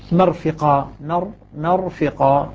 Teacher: الراء مفخمة هنا قبل فتحة